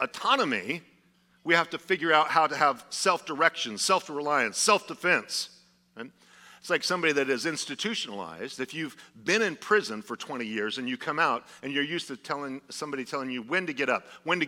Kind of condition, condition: setting, large echoing room